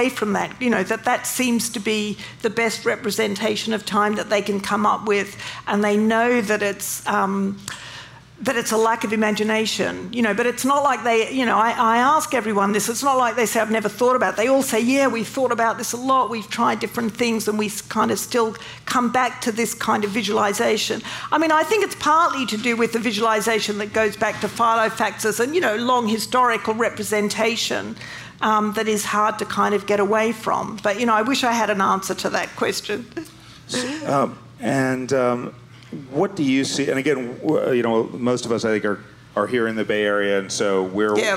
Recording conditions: busy venue